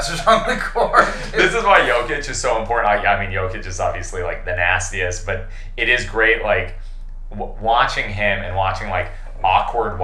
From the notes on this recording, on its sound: Great ep, horrible audio.